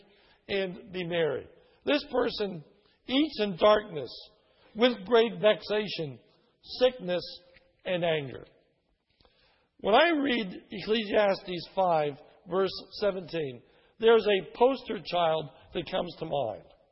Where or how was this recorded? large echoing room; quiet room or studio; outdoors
large echoing room